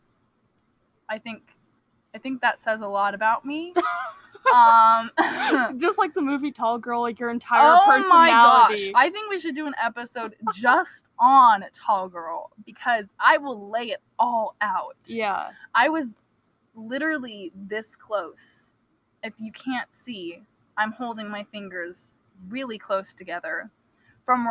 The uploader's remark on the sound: Sorry for the poor audio quality, we were trying to social distance while recording. Also, beware of varying volume levels!